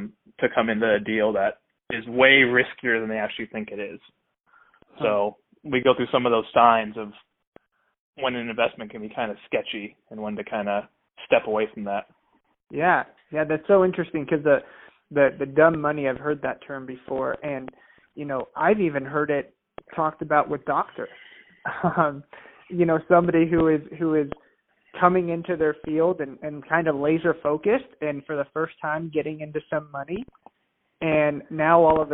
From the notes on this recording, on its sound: Phone Audio.